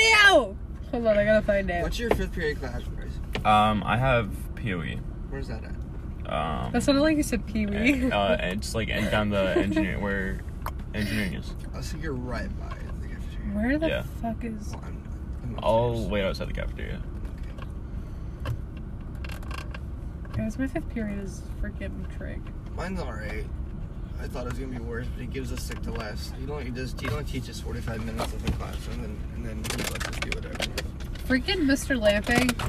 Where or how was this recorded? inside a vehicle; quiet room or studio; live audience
inside a vehicle